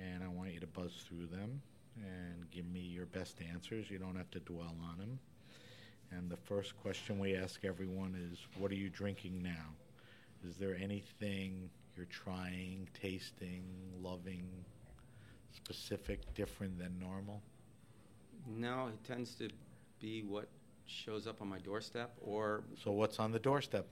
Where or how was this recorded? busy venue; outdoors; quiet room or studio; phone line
busy venue